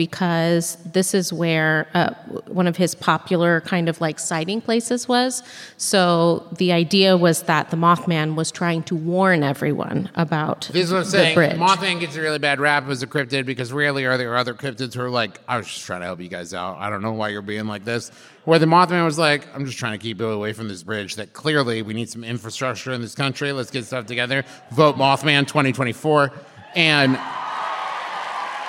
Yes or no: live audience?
yes